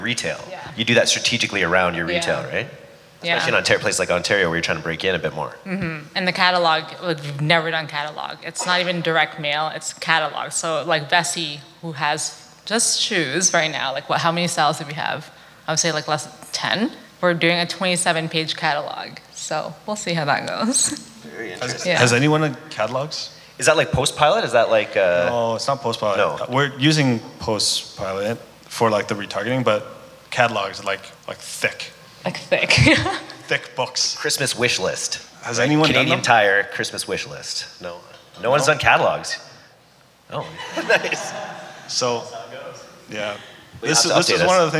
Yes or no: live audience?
yes